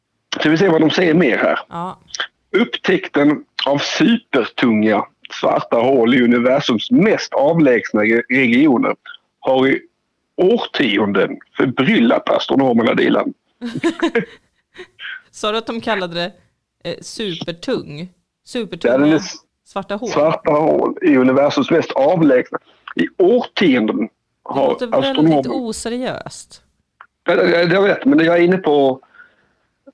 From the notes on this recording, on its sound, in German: I studion. Per telefon.